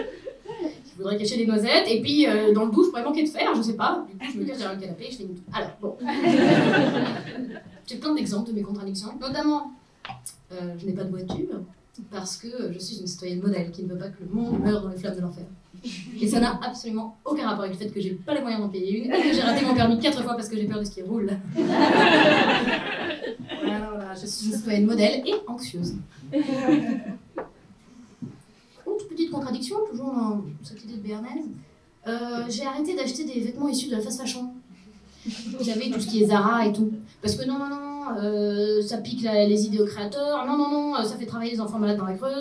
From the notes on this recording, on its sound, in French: Enregistré en live dans les Comedy Clubs partenaires de Marrant. Collectif qui organise des soirées stand-up dans les bars lillois.